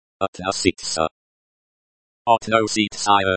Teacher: stress on the second syllable